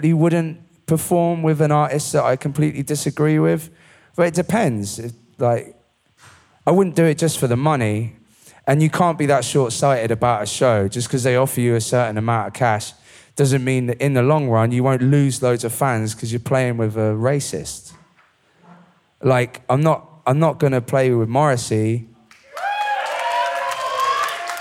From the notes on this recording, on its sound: It was recorded in front of a live audience in Glasgow, just before the pandemic hit.